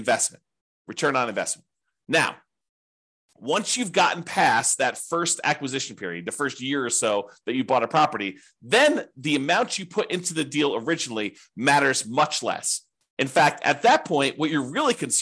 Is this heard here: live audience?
no